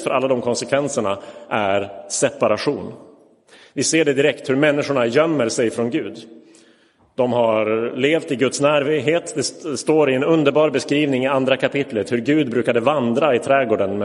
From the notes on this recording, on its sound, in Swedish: Inspelad i Roseniuskyrkan den 26 februari 2023.